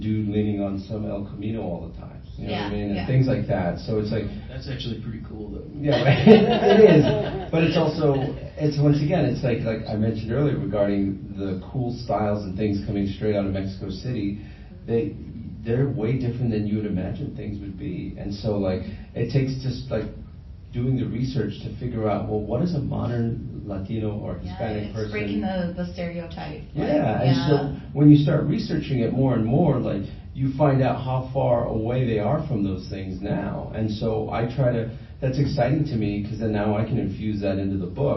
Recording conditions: live audience